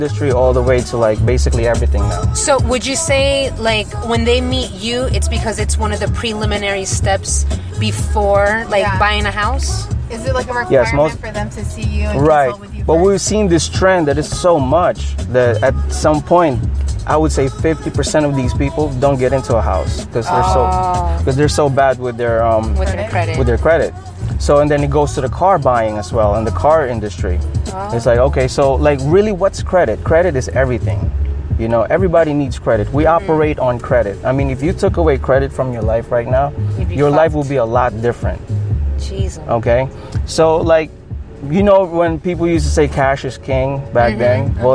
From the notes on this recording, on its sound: We travel to the other side of Central Florida. We ended up in Kissimmee where the 17th Annual Taste of Thailand Fall Food Festival was taking place at the Wat Dhammaran of Florida. We were surrounded by beautiful people, great music and amazing food.